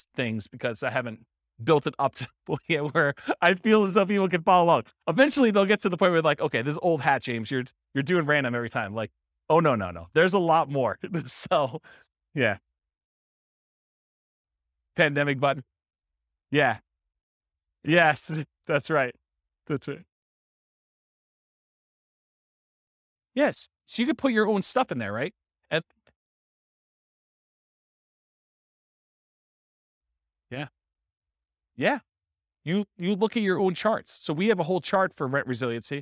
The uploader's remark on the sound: This was a live class recorded.